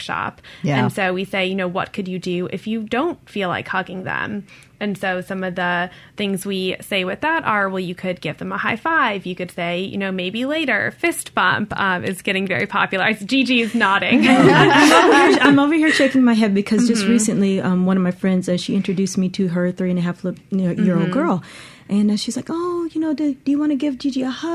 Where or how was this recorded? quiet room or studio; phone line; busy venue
quiet room or studio